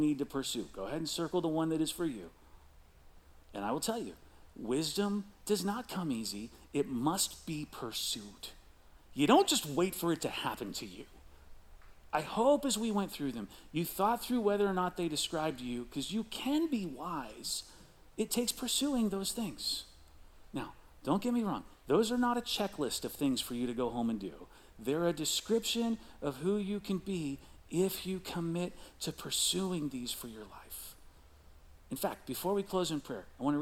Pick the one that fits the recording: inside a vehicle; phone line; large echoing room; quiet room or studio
large echoing room